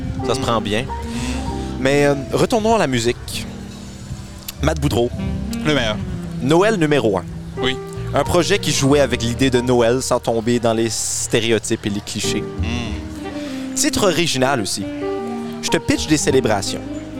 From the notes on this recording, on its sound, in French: Enregistré au Dolma Rooftop à Moncton.